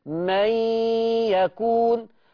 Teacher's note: طيب أمن يكون، يكون، من يكون، ما قلتش من يكون، ما قلتش من يكون، ما نطقتش النون، لأن النون برضو ما فيش عليها تشكيل، النون ما عليهاش ايه تشكيل، والياء اللي وراها متحركة. من يكون، دخل النون في اليه كأنك بتقول كلمة مي